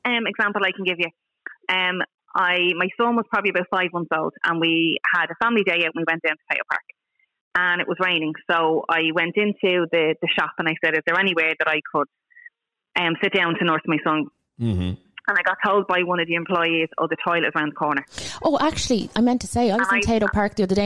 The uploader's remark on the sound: Hangs Up On "Knuckle Dragging Cave Man" Caller Live On Air.